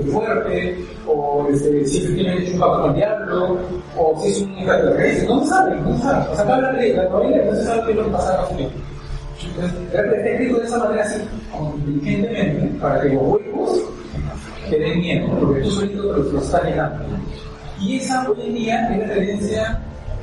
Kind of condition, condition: fault, poor sound quality